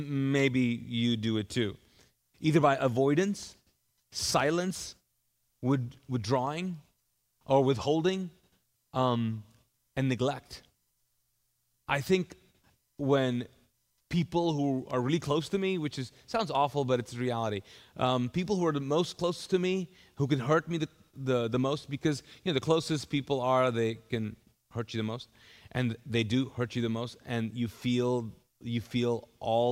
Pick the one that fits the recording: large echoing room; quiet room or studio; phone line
large echoing room